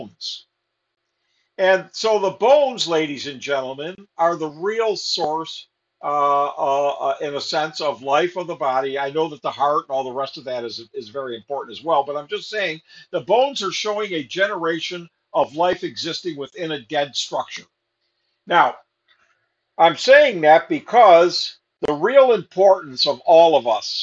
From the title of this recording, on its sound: Syracuse Zoom Class